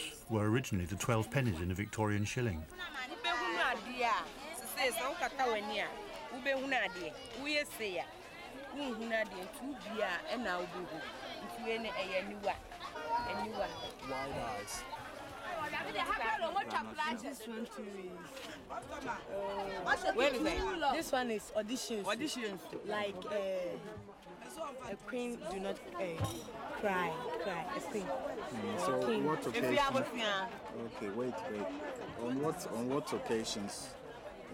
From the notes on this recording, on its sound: goes to the market in Kumasi